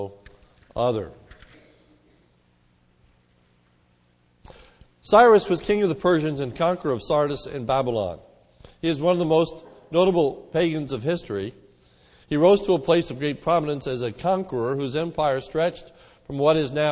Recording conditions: large echoing room